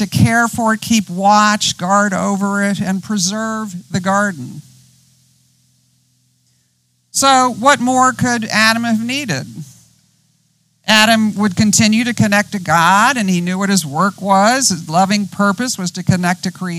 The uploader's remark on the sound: Outdoors this season, outside the Retreat House. On the beautiful and scenic campus of Gordon Conwell Theological Seminary 130 Essex St, South Hamilton, MA 01982.